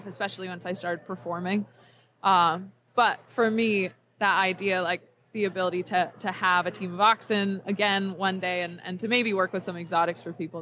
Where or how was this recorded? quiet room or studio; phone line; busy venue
busy venue